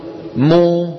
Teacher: فيبدأ بشفتين منطبقتين ثم يباعد بينهما · Term: ميما مضمومة